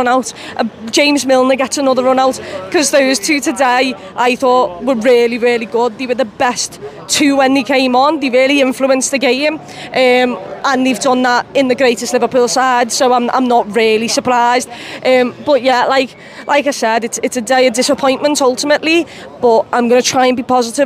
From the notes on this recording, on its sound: gives her match reaction outside Anfield